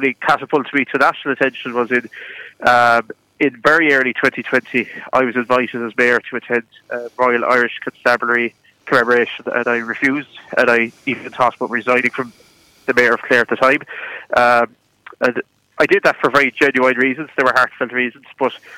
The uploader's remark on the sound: On the phone. Broadcast live from the SBCR studio at the Derg Active Alliance building.